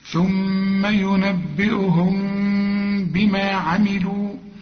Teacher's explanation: بيجي بعدها به، بيحصل للميم إخفاء، نخفي الميم